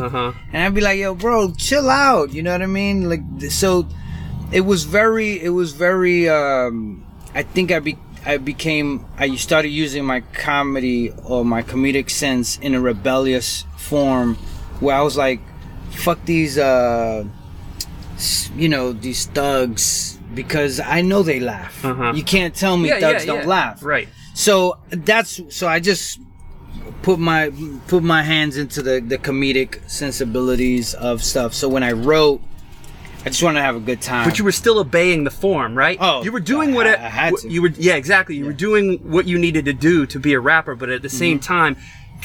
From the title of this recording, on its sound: from the van